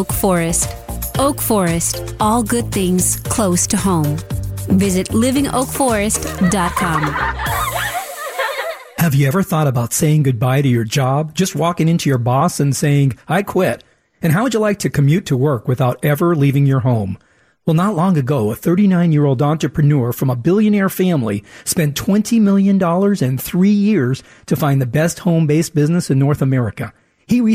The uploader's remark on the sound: Joins the conversation over the phone.